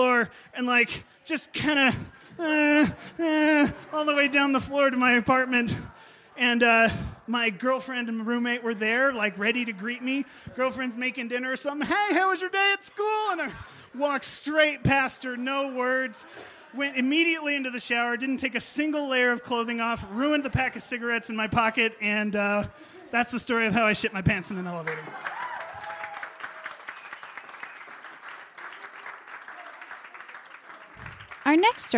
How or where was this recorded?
live audience